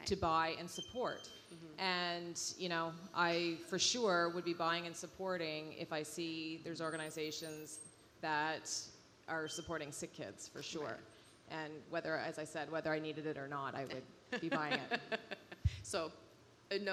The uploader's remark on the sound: Fashion Week recently wrapped up in Toronto, and we recorded a special episode of the Brand is Female at an event held by Canadian outerwear brand Sentaler in honour of their partnership with SickKids, The Hospital for Sick Children in Toronto.